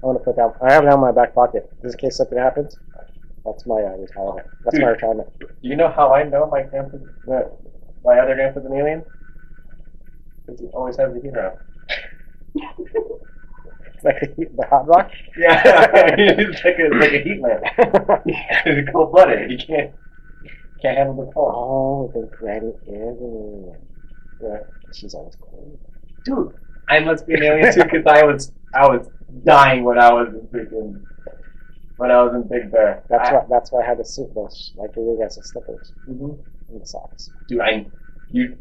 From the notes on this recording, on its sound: Sorry for the Audio.